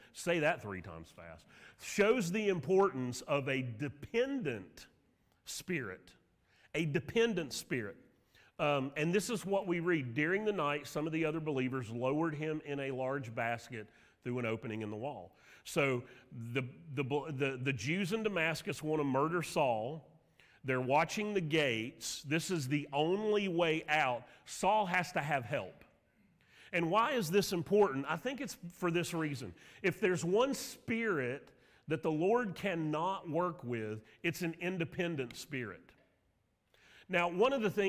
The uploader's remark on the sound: Sermon audio from Mission Church in Locust, NC.